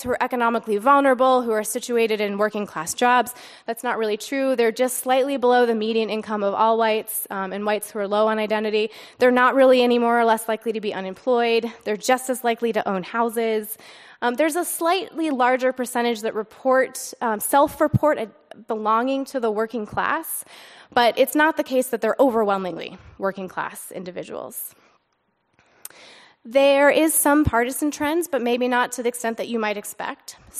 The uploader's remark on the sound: This program was recorded in front of a live audience on April 12th, 2019. Was hosted by the Charles and Louise Travers Department of Political Science at UC Berkeley in cooperation with The Commonwealth Club of California.